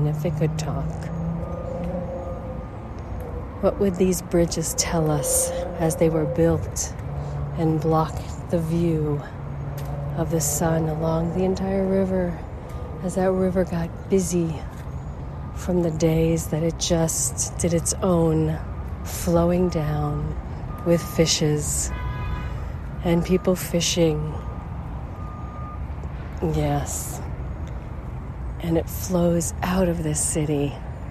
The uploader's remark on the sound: Along the Schuylkill River, Philadelphia, Pennsylvania, USA. This is a special on location Walk and Talk of our Mindfulness Summer Tour 2022.